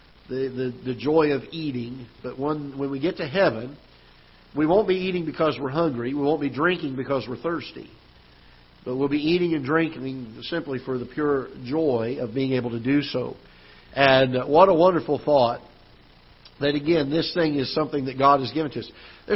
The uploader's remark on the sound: Ketha Heights Baptist Church ~ Live Broadcast